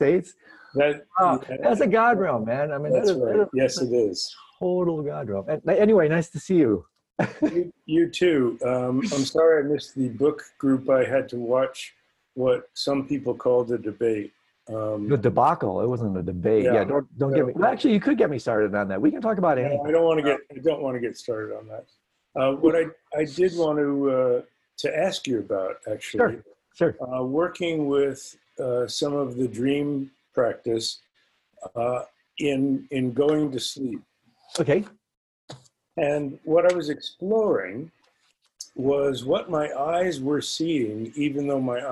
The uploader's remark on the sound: Virtual Hangout